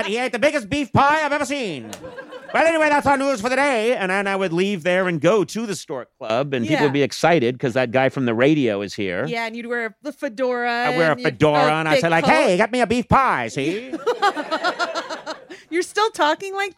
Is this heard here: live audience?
yes